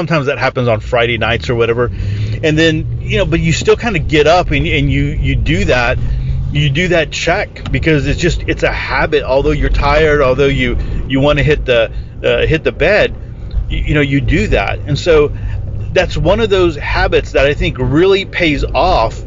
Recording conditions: inside a vehicle